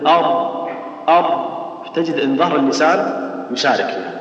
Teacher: الراء فوق شوي، تخرج فوق شوي وتلتصق بالحنك اعلى ادخل خليها، تقول ان، تقول ار ار، تجد ان ظهر اللسان يشارك، تجد ان ظهر اللسان يشارك في عند الراء، ومن يكررون غالبا ما يستعملون ظهر طرف اللسان فيقع منهم الخطا في هذا.